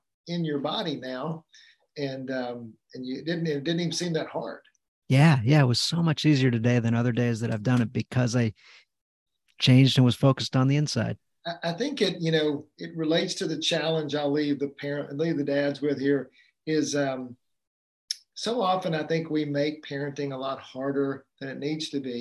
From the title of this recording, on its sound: Live Community Call Q&A